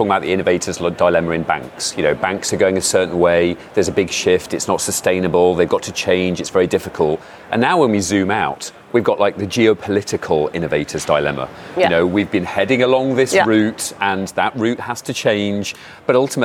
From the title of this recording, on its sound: Live from Money20/20